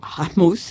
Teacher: assez guttural, le A, c'est pas un A doux